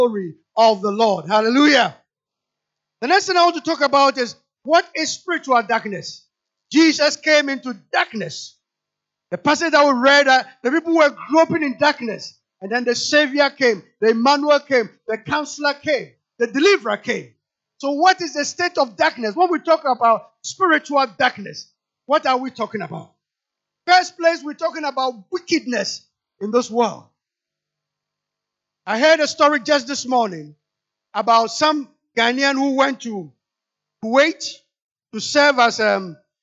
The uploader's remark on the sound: Sermon preached at CBC Adabraka Campus